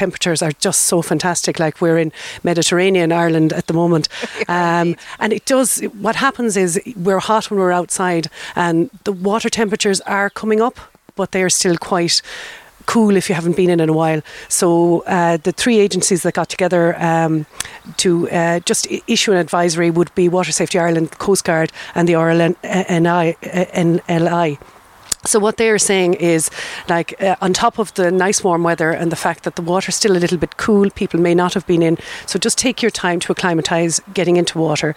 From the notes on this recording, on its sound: Originally broadcast as part of Saturday Chronicle. Broadcast live from the Killaloe Hotel and Spa.